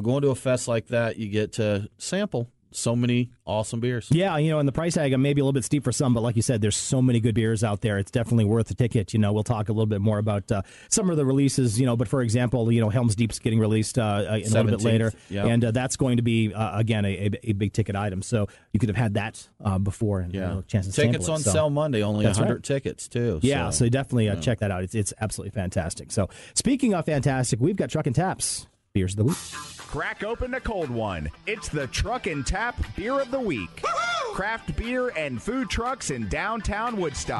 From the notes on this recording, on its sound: He joined us on the show via phone this week.